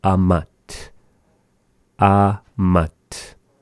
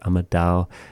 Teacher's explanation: So sort of changes when we say it amadao. That T sound at the end of the word amat becomes a D sound. · Shown in: second take